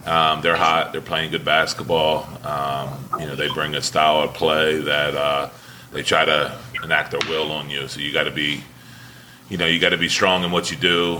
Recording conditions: busy venue